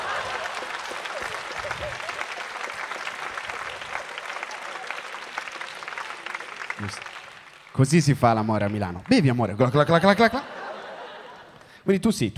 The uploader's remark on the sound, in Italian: Registrato al Magnolia di Milano